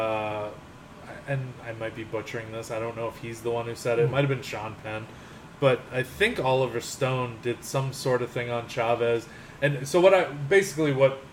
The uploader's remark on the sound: Live from the Bar